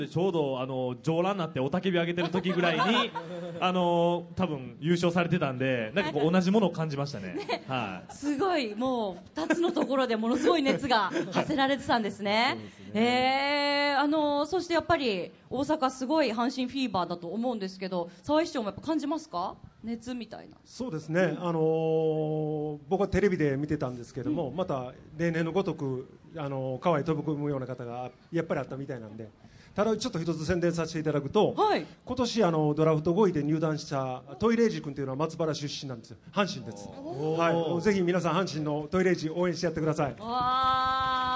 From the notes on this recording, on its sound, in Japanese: 大阪・松原市で行われた公開録音（前半）の模様。